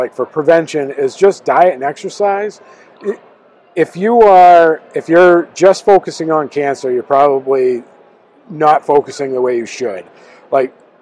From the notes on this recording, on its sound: Here, we hit the road and have conversations. On location at Firehouse Expo in Columbus, Ohio.